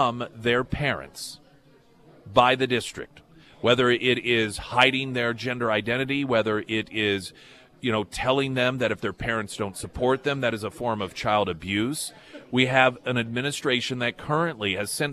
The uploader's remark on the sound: live at Scramblers Diner